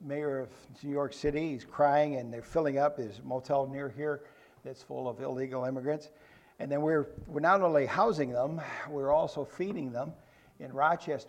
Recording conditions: large echoing room